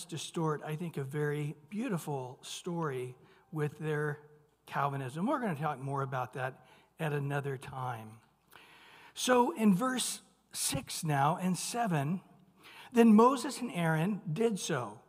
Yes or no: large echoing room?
yes